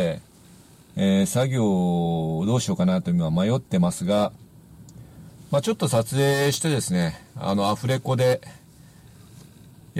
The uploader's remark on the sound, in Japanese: 風が強く自動車の中での撮影となりました（初です！）。